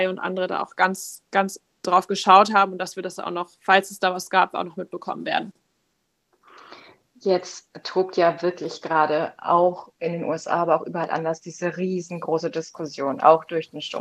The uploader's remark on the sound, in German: aufgezeichnet wurde diese Episode auf dem neuen sozialen Netzwerk "Clubhouse"